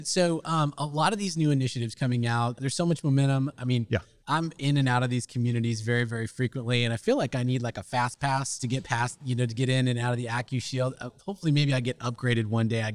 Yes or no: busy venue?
yes